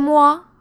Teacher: falling intonation, so like, it's not so much a real question as to just say that you feel left out